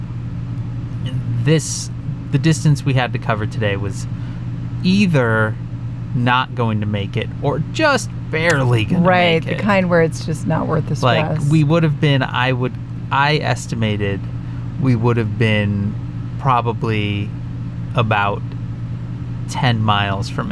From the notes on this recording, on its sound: It's just too hot to turn off the air so enjoy the sound of what it really sounds like in Evangeline. Every episode we try and turn off the fans and AC so you hear us clearly. Today, in Kearney Nebraska, it's just too hot to turn off the air so enjoy the sound of what it really sounds like in Evangeline.